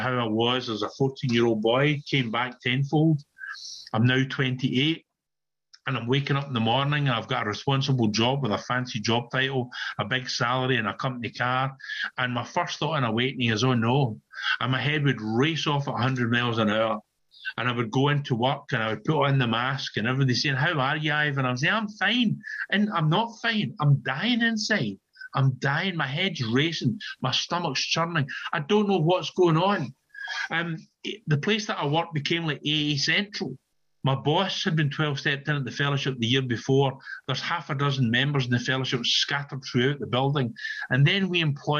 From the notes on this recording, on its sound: on zoom at the Magical Mystery Tour meeting in July of 2022